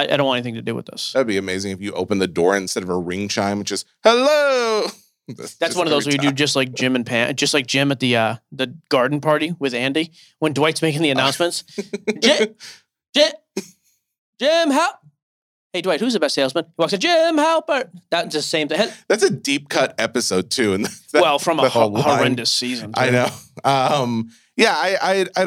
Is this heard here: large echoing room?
no